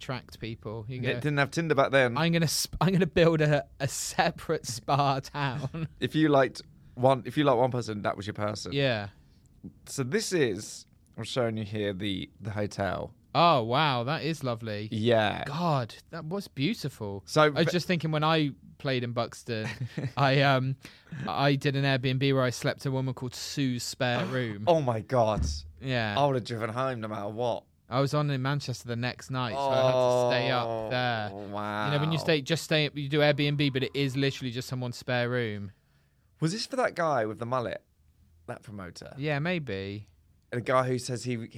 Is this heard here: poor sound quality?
no